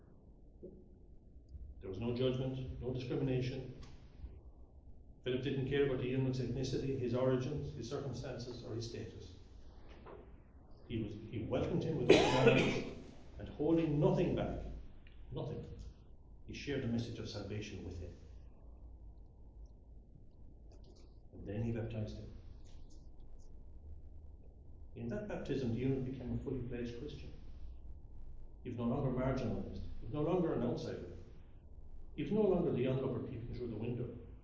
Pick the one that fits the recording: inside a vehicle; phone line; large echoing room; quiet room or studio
large echoing room